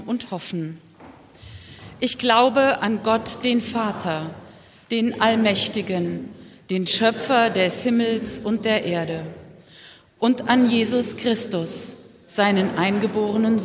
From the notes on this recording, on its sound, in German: Evangelischer Gottesdienst am Ostermontag aus der Ev. Kirche in Stockstadt am Rhein. Musik: Frauenchor der Gemeinde.